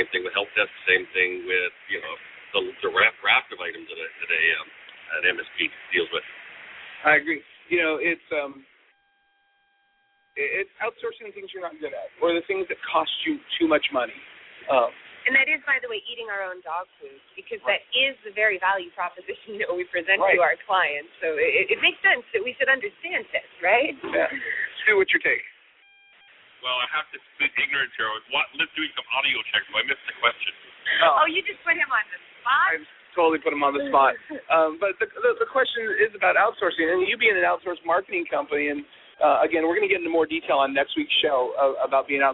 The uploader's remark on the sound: The MSP Show is on the road again! From the show floor at Autotask Community Live in Miami, Florida.